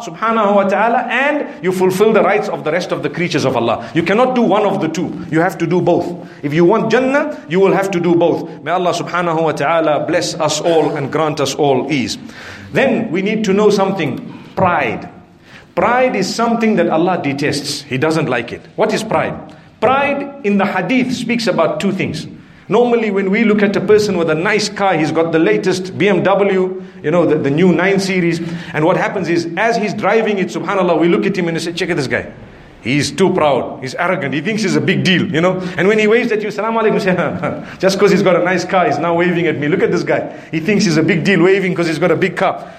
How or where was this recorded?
large echoing room